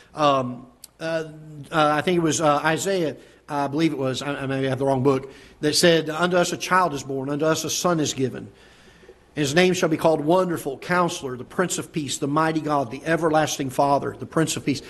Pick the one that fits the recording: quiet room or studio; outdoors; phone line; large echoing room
large echoing room